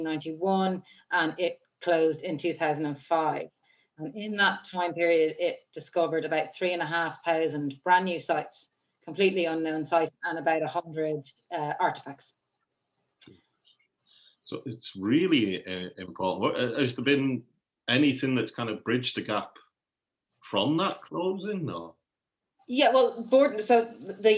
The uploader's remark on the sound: joined for a Zoom chat